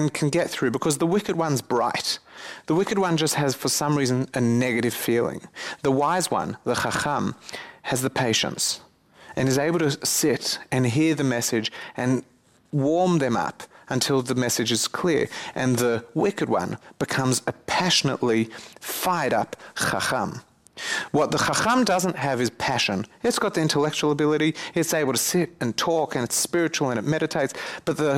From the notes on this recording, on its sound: This recording is from a lecture given at Spiritgrow.